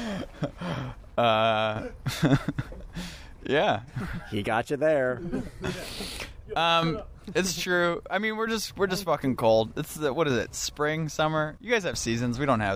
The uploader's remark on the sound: In the parking lot behind Vancouver Main Street landmark Red Cat Records. It was a windy fall day so we took refuge at a staircase behind the store. As his bandmates shivered in the wind.